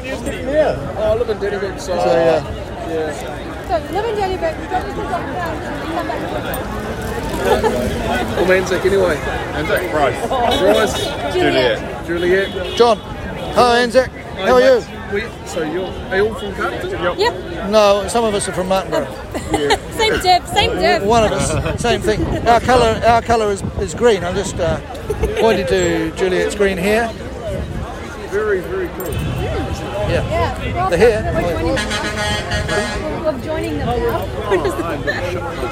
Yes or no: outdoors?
yes